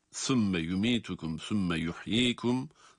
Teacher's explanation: sa harflerini peltek olarak okuyoruz